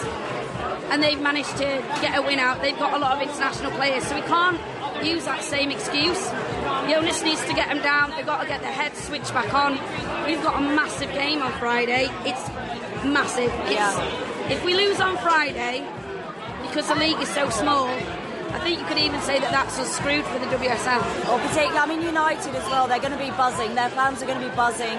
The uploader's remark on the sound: an audio journey of the matchday experience with the Red and White AWFC - from the Armoury before the game to a post-match drink in the Tolly, and everything in between.